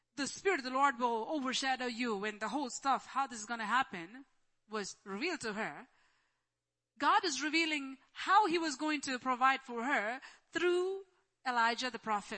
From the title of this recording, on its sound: Church Sunday LIVE Stream Audio